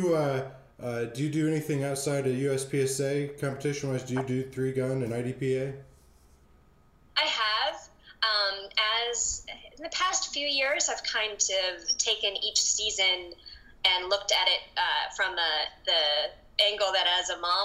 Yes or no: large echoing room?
no